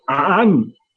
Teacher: كالعنعنة التي عند تميم، ينطقون الهمزة عينا